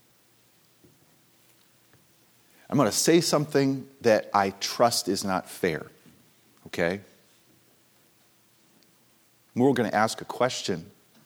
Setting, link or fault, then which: setting, large echoing room